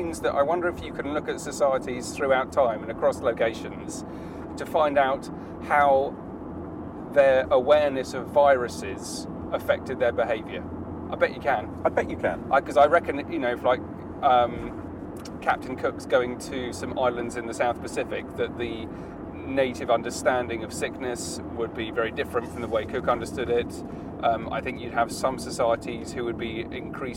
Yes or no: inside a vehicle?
yes